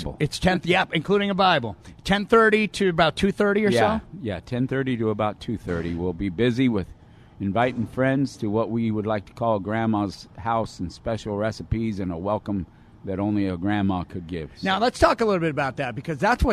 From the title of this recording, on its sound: Live From Union Rescue Mission